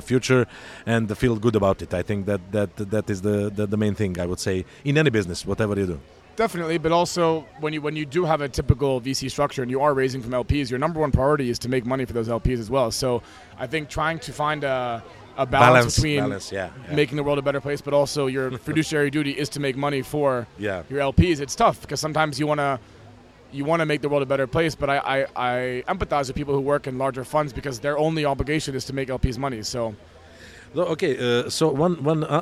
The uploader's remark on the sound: The Change Officer Podcast is coming to you from the Step Conference in Dubai Internet City.